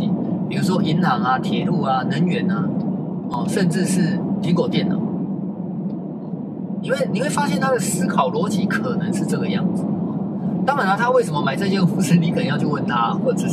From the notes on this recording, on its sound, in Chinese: 在車子行進中錄音的碎碎唸，歹勢......收音技術學習中。